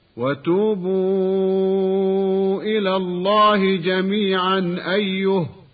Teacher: وسكنت الهاء لأجل الوقف عليها، ولا يوقف على هذه المواضع بالألف كنظائرها إلا عند البصري والكسائي، لأنهما لا يلتزمان ببعض ما رسم في المصاحف، بل يلتزمان بما تلقياه بسندهما.